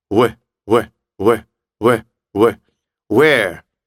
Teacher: Мы делаем ротик, как будто хотим сказать «м», но губы не смыкаем. Еще раз говорю, это не «u» и не «v».